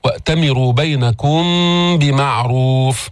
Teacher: وأتمروا، فخم الراء، بينكم، جيب اللين في الياء، وأتمروا بينكم، ما تشد هون، هون إخفاء شفوي، ميم مخفات في اللفظ بغنى عند الباء